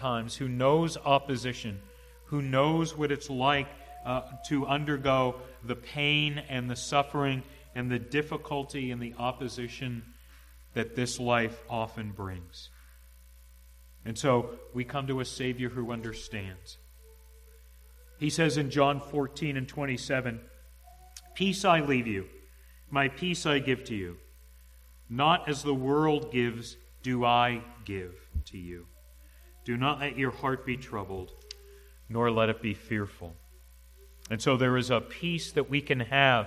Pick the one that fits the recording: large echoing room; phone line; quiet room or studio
large echoing room